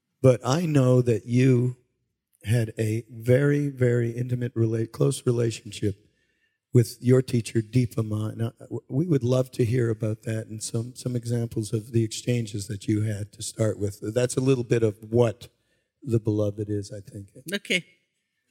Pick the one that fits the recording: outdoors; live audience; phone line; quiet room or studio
live audience